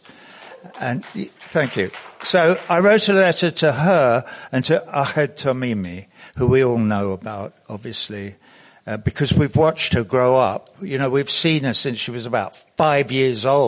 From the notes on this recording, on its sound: The following is a presentation made at the 2022 Transcending the Israel lobby at Home & Abroad conference held on March 4 at the National Press Club.